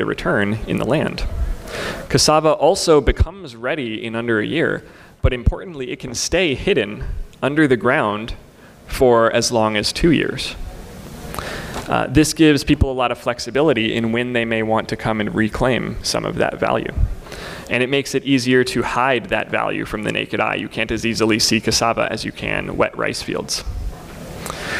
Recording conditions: live audience